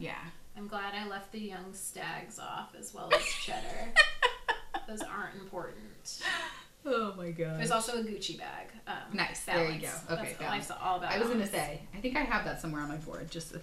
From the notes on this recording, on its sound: Season three is starting with a bang (literally)! Please bear with the sound quality on this episode—next time, in a not-so-interactive episode, we promise to have two mics.